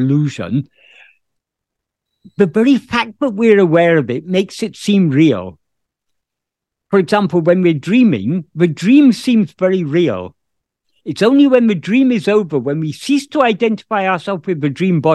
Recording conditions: video call